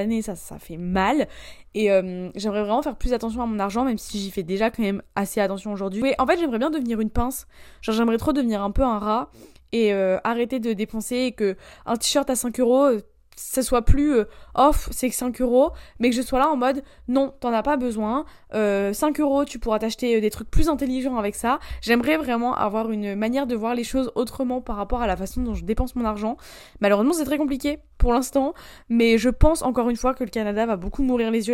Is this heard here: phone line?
no